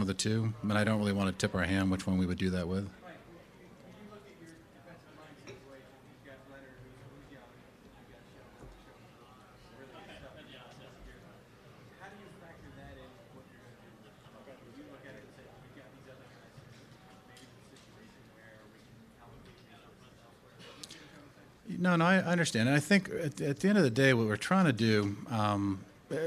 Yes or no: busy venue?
yes